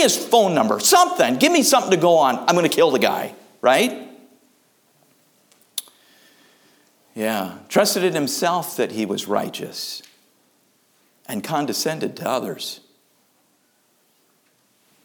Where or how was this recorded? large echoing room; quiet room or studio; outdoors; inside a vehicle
large echoing room